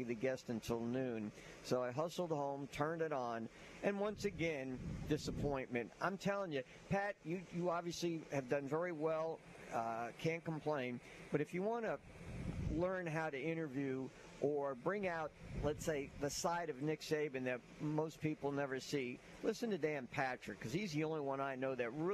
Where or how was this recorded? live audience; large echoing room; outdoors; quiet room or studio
outdoors